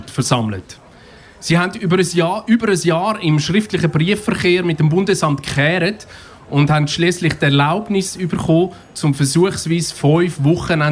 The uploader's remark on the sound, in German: Anlässlich des 35 Jahre Jubiläums von Kanal K. Live auf der Bühne.